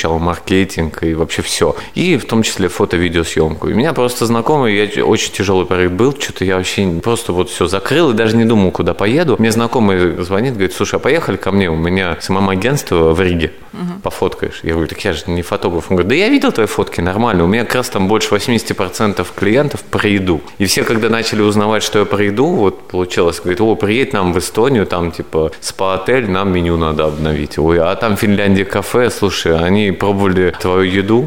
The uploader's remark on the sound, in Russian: Записанный на Chefs Team Fest. Москва.